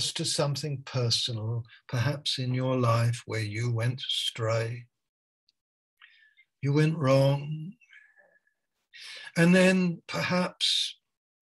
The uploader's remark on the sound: Malaysia Meets (Zoom)